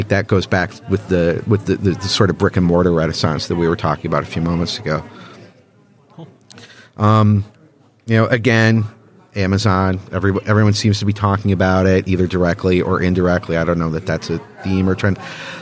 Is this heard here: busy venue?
yes